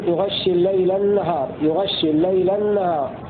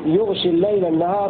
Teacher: قرأ شعبة وحمزة والكسائي بفتح الغين وتشديد الشين · Shown in: first take